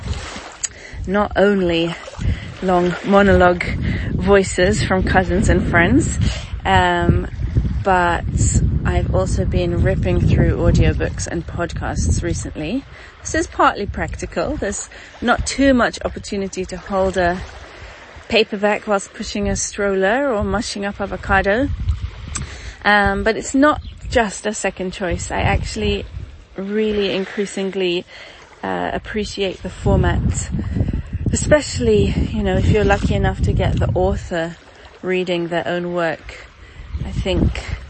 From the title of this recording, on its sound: Formentera, a field recording.